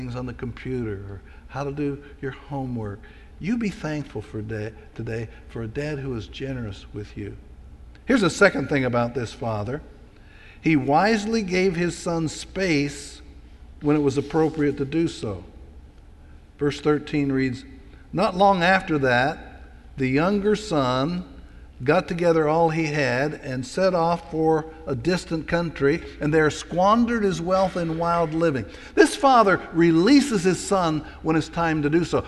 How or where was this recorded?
large echoing room